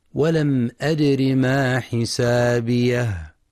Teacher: ينتبه القارئ في كلمة أدر لكسر الراء فقط، فلا يقرأ ولم أدري بإثبات ياء مدية بعد الراء.